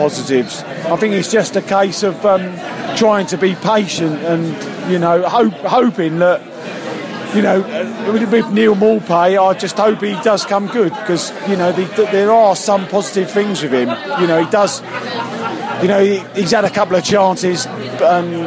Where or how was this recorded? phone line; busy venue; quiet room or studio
busy venue